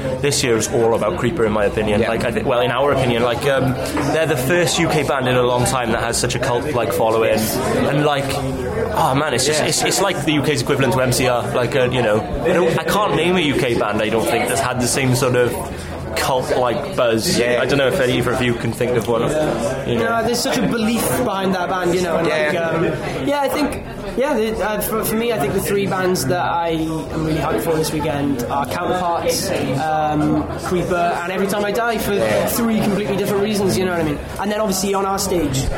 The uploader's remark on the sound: at Slam Dunk Festival - North 2018